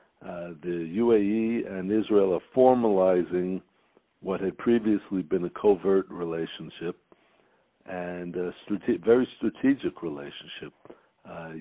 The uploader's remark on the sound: On the phone